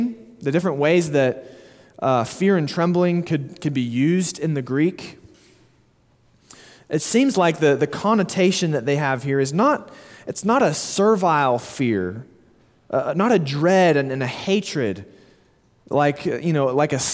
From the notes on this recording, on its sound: Sermon delivered at Immanuel Baptist Church in Springdale, AR on June 4, 2023.